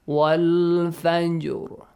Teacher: But because we have that fatha sound, like existing, like in the word, okay? So we produce the ra with a heavy sound.